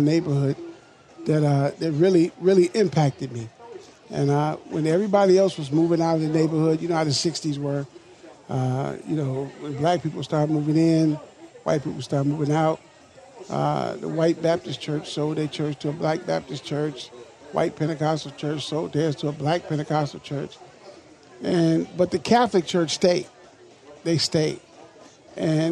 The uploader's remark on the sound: LIVE from the MN State Fair